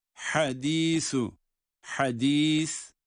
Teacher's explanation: İşte buradaki ha boğazın ortasından.